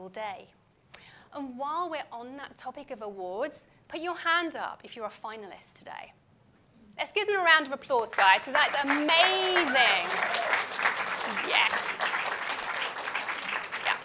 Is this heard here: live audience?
yes